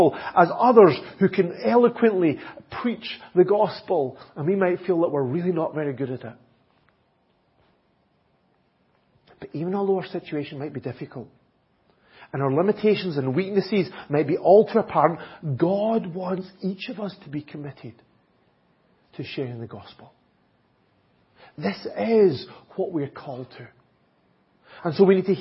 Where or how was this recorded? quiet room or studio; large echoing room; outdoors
large echoing room